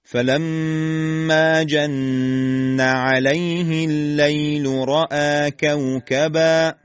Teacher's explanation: فلما میم مشدد دو حرکت غنه داره، الفش فلما دو حرکت میزان کشش طبیعیش هست.